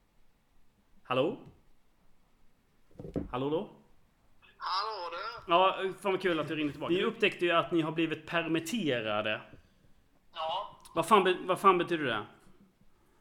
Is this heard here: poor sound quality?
yes